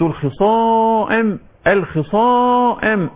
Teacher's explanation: نفخم الصاد وبعدين نرقق الميم